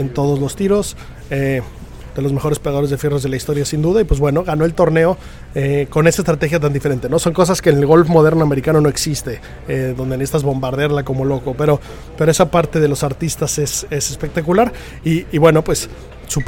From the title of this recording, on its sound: Live From The Open 151 st Dia 3